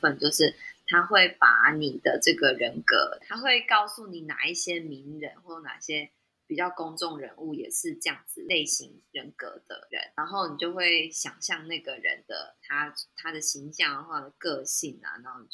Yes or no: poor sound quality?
yes